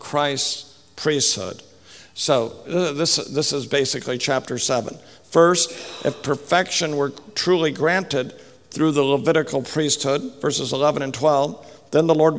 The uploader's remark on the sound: speaks at the 2015 RTS Jackson Biblical Theology Conference